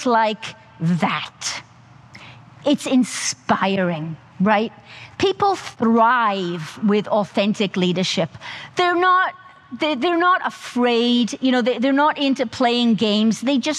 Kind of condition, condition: setting, live audience